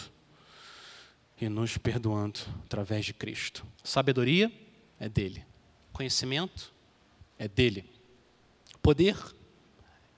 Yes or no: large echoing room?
yes